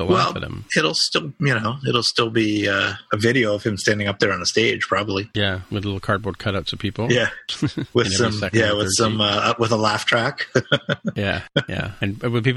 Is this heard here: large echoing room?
no